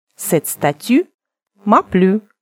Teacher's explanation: Средняя между «у» и «ю», как в русском слове «тюль».